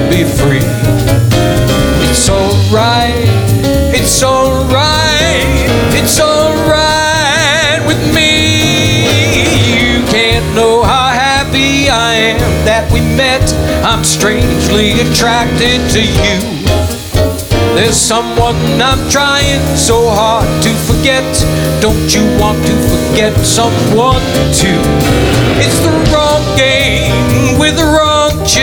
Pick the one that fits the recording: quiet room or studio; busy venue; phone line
busy venue